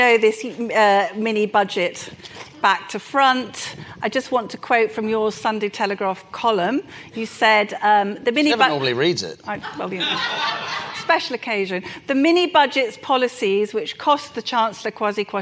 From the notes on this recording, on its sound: Our second Planet Normal live event is broadcast from the IET in London. Take questions from the live audience.